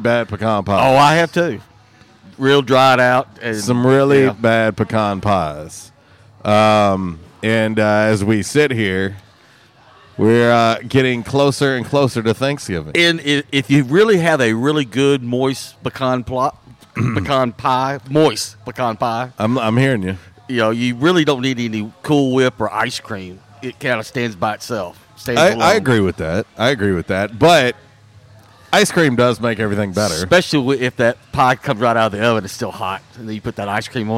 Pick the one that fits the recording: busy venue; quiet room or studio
busy venue